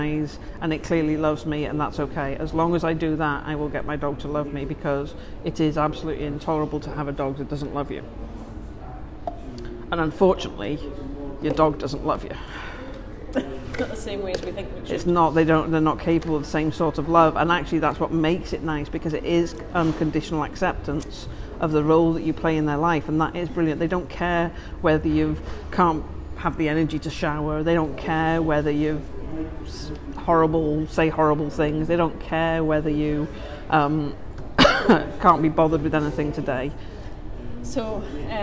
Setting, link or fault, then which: setting, busy venue